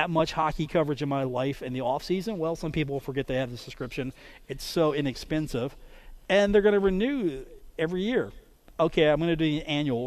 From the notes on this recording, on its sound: today from The Union Pub and Grill in Huntington